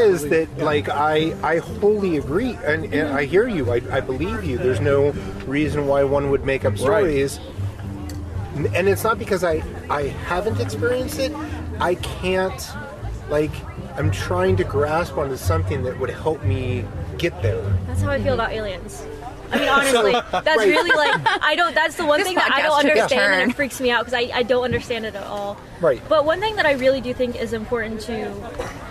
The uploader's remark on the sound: Live At Bridgeport Farmers Market. We come to you recording live from the Bridgeport Farmers Market in West Virginia.